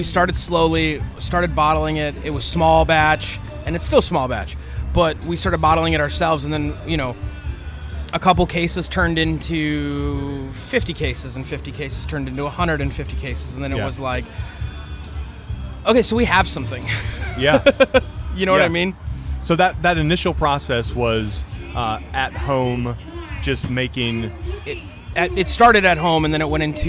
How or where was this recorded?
busy venue